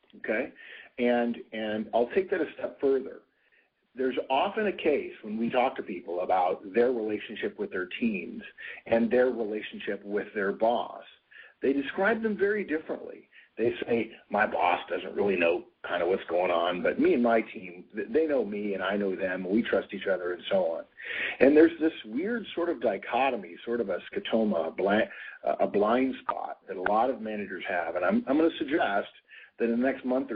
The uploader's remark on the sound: November 2010 Conference Call.